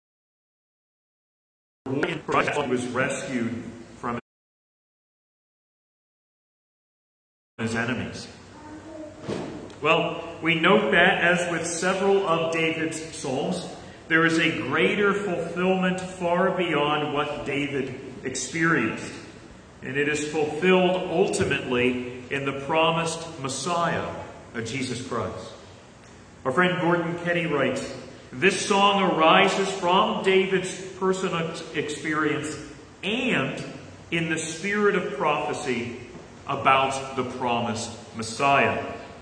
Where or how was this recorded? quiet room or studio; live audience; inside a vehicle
live audience